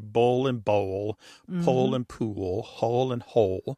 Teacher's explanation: For example, in the pairs that we talked about earlier, bull and bowl, pole and pool, hole and hole, they all end in that L sound. And that L at the end of the syllable is what is known as a dark L.